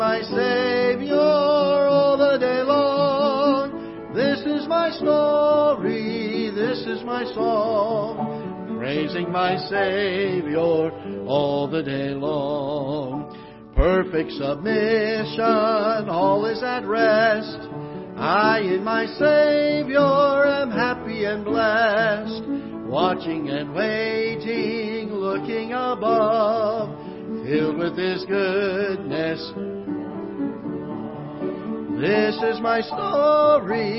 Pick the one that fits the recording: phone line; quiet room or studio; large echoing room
large echoing room